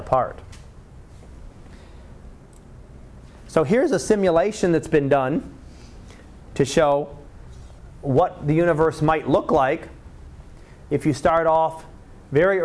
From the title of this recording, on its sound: Live Class Lecture